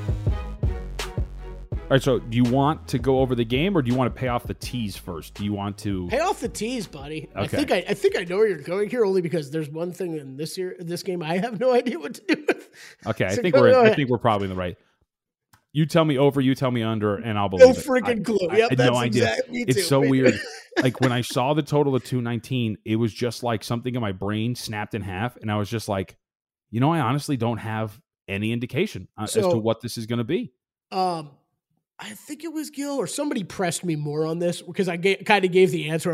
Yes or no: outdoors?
no